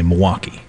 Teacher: Some people leave the L out of Milwaukee